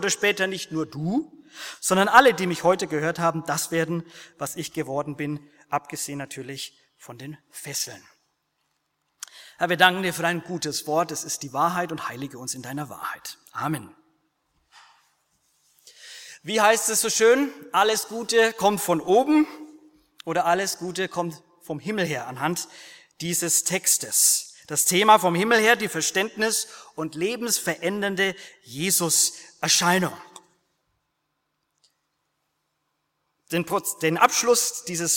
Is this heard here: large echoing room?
yes